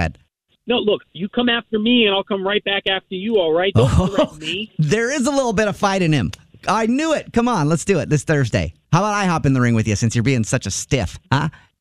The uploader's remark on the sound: Phone Prank